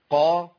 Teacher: ايه المنطقه اللي بتستعلي في اللسان؟ اقصاه، يعني اخر لسان من جوه خالص. · Term: بيستعلي فيها لسان